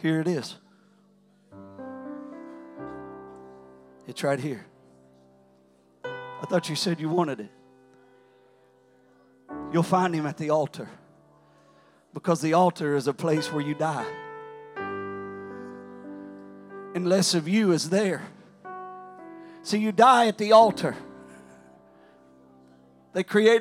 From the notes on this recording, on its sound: During our Sunday evening gathering. During our Sunday evening gathering.